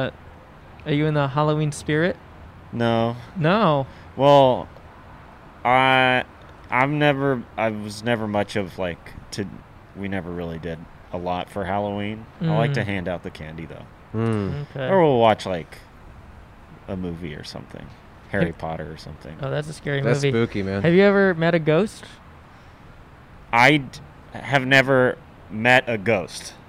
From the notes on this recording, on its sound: Outside of Spirit Halloween. Recorded on N San Fernando Blvd in Burbank, California.